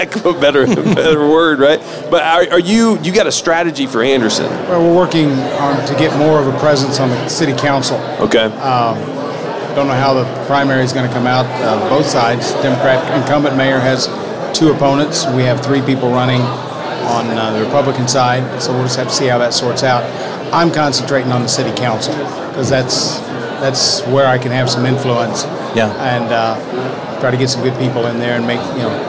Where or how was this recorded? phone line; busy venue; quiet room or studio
busy venue